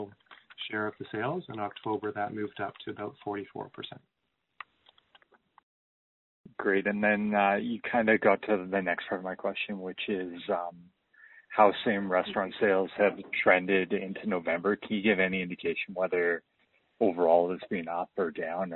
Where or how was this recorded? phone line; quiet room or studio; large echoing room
phone line